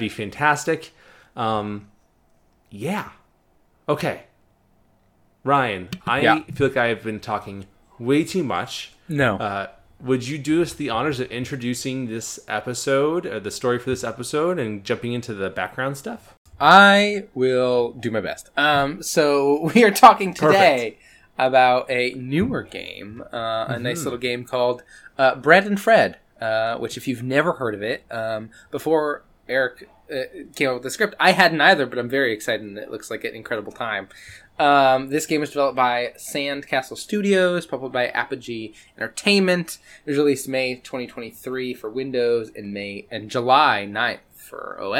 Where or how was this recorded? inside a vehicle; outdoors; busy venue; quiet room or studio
quiet room or studio